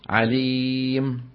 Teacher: يحذفون التنوين والضمة ويقفون بالسكون فيقولون عليم.